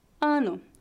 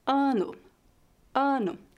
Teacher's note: A letra A é levemente nasal. Ano. Geralmente, vogais seguidas pelas letras N ou M são nasalizadas em português.